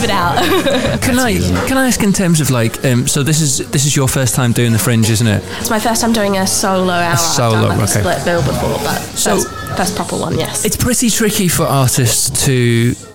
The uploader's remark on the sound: Episode four was recorded live in The Cocktail Mafia (over Bank Holiday Weekend), a bar in Edinburgh's West End.